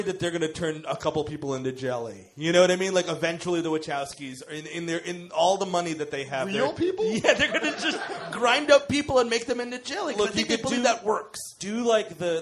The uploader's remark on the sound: Recorded live in Brooklyn, June 11th, 2016. The gang heads to Union Hall in Brooklyn.